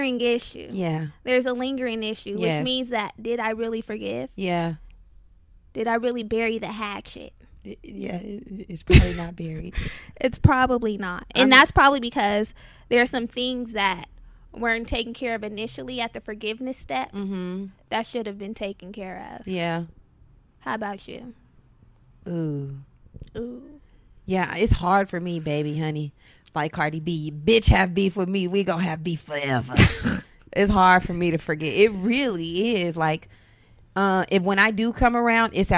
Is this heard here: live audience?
no